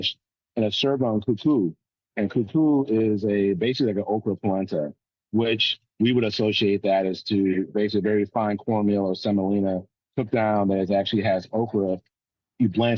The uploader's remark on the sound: Via Zoom at—where else?—Jacksonville International Airport. While he awaited his flight to Miami.